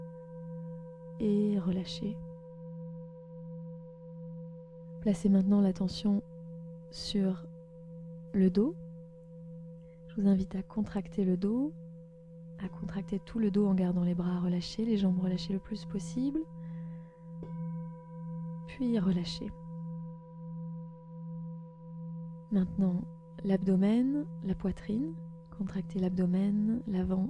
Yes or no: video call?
no